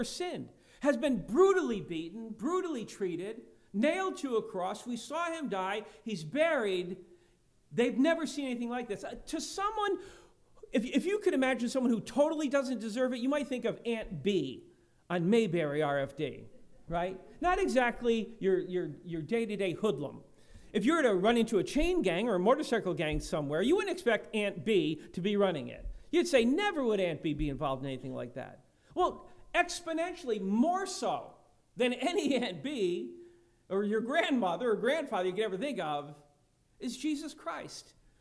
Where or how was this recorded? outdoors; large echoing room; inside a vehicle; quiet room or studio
large echoing room